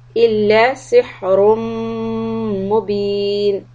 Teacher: The meem shad, this is idgham with gunna, so stop for two harakat.